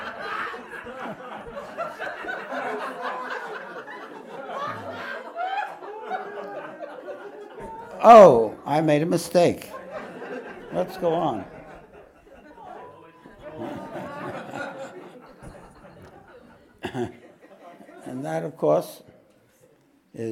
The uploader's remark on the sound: This podcast was recorded live at The Ashram in Mount Eliza on the 26th of August, 2023.